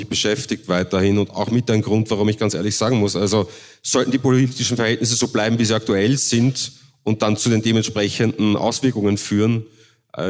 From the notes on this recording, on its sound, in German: Die Aufnahme dieses Interviews fand im Rahmen des Journalismusfests in Innsbruck.